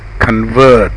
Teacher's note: Use stressed dog vowel and follow with bird vowel in the noun. In the verb, use the first vowel in about and stressed bird vowel.